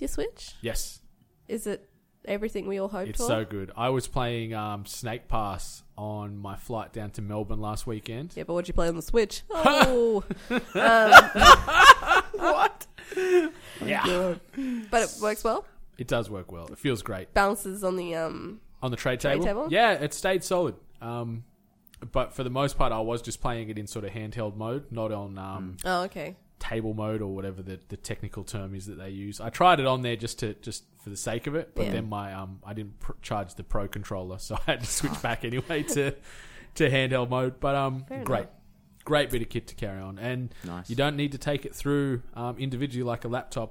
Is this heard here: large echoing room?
no